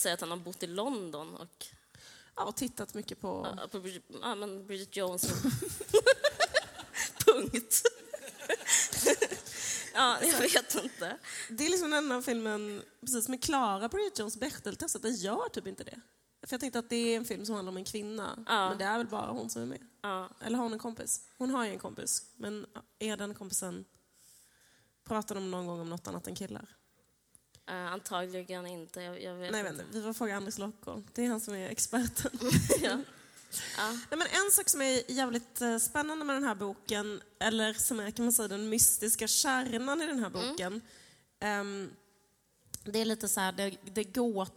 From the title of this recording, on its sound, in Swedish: Live från Kulturhuset